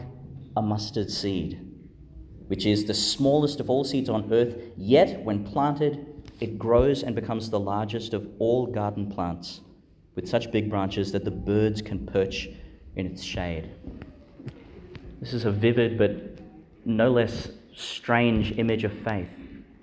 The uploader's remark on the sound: delivered (in the morning) in Our Lady Star of the Sea Church, Gladstone, Qld.